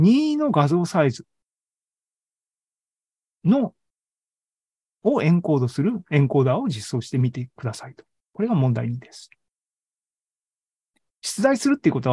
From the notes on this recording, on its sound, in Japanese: ZOOMライブの模様です。